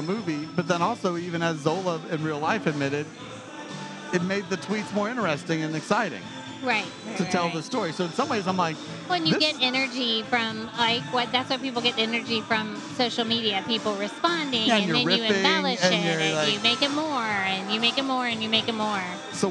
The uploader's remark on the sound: Unseen Creatures Brewing & Blending might not have been the quietest place to record a podcast on a Saturday night in Miami but it was one of the coolest. It was a bit of a noisy night.